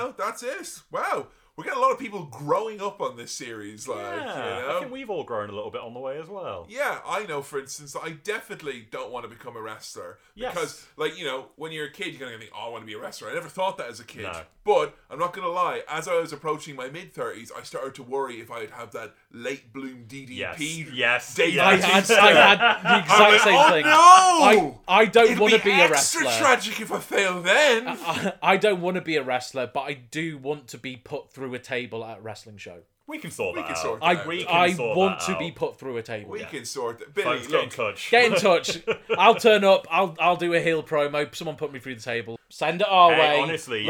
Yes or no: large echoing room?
no